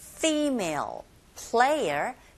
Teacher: 다크 L 사운드입니다. 혀끝이 윗니 들어가서 붙어야 돼요.